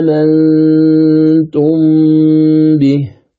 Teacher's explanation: نمدها بمقدار أربع حركات إذا كنا نقرأ بتوسط البدل